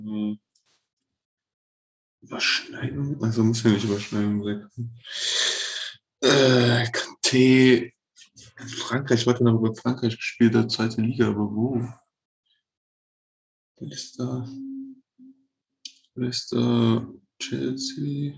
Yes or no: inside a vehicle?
no